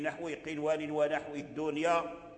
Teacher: وتظهر النون لواو آوية